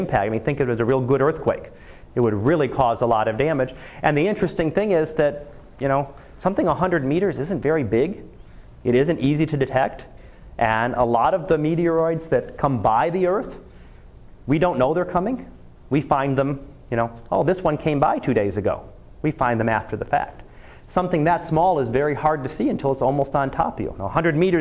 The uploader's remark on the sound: Live Class Lecture.